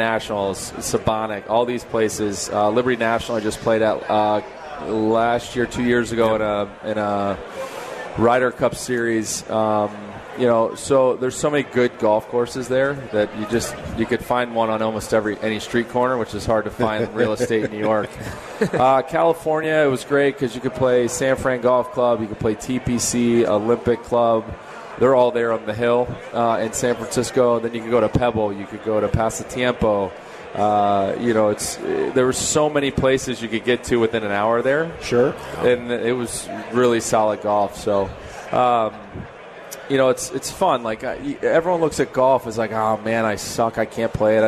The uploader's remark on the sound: live in Rosemount, IL, for the Chicago Golf Show!